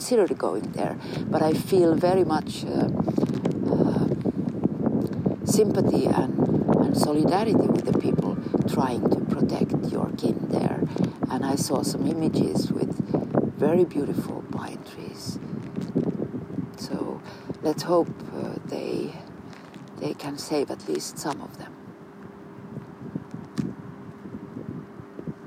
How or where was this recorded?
outdoors